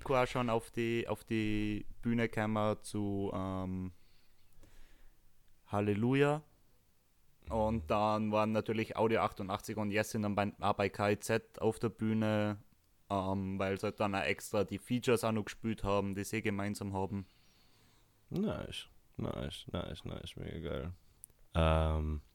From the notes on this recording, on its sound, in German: Sendet live vom offenen Meer. Er berichtet, wie das leben am Boot ist.